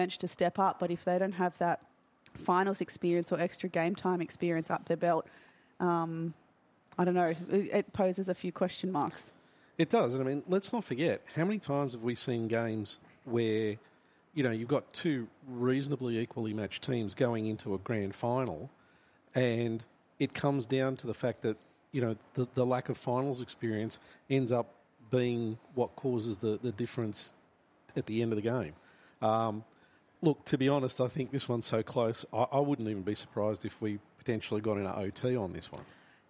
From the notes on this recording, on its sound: LIVE NBL1 East Women's Grand Final pre-game podcast from Brydens Stadium